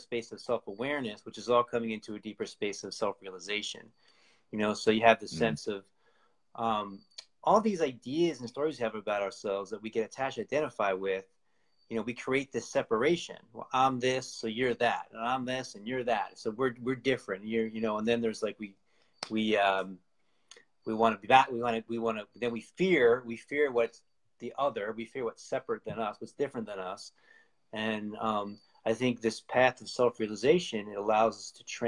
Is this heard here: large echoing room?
no